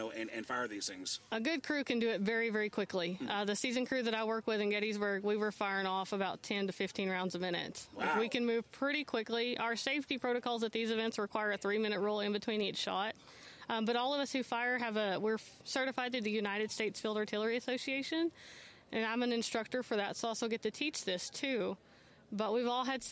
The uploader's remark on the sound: Fort Clark Days is an annual Living History Festival with hundreds of historians, live music, cannon fire, food vendors, and more! Took the show on the road and broadcasted LIVE from 9 am to 1 pm on Day 1 of the festival.